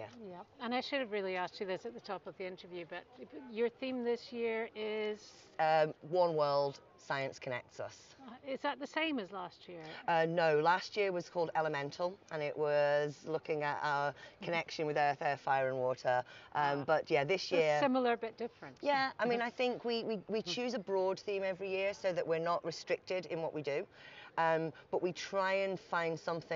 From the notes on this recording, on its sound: We met her on Portobello Prom where there is a photography exhibition staged. It is called Human Nature and shows a range of work taking you on a photo journey round the world to see how humans connect with nature.